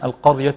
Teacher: نفخم القاف نفخم الراء جيدا